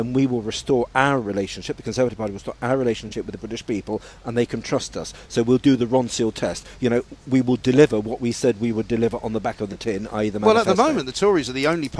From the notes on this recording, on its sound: Live from College Green.